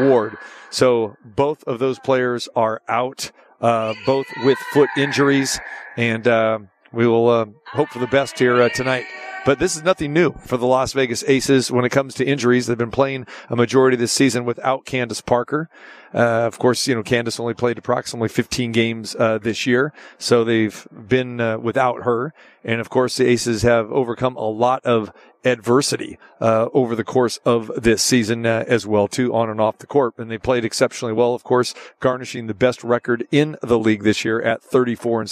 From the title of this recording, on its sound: Live from Brooklyn at the Barclays Center